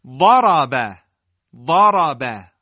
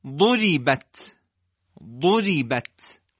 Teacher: شما ضاد رو میبینید درشت میگیم ولی در ر و بت استفال معلومه